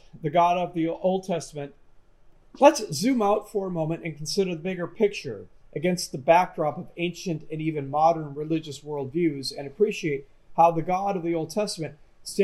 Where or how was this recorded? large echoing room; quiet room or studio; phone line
large echoing room